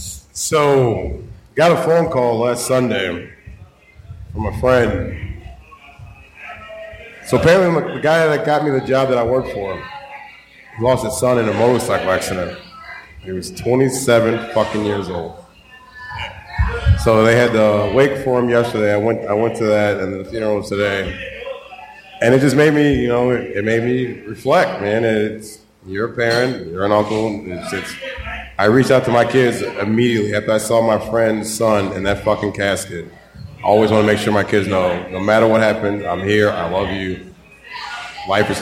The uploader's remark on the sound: In the larger than usual live audience